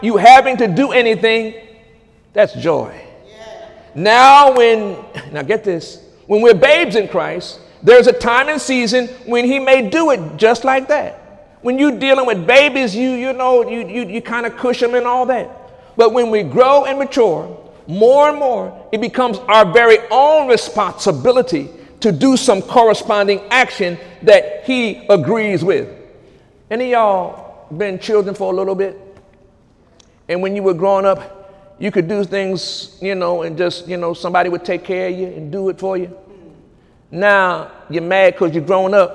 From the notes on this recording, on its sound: During Sunday morning service